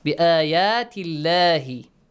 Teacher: Produce the sound of lam in the word Allah with a light sound. Lightly pronounce it.